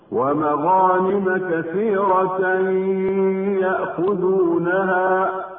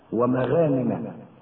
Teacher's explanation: الغين من مغانم حرف استعلاء مفخم · Shown in: first take · وقد وقع بين حرفي استفال حقهما الترقيق، ولهذا يخطئ من ينطق بالغين مرققة أو لم يعطها حقها من التفخيم هكذا ومغانم.